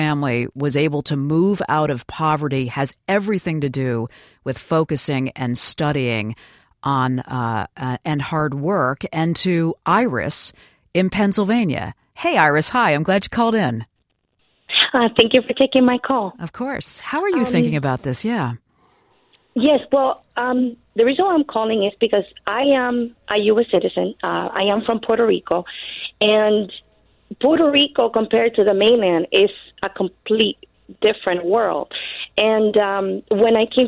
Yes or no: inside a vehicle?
no